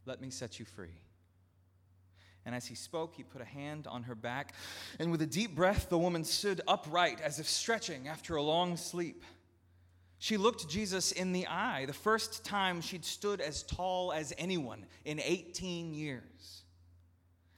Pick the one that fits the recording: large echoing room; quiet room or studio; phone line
large echoing room